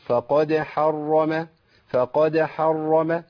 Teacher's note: الدال عندي مرققة والحاء مرققة، بس وقعوا الاثنين بين إيه؟ بين مفخمين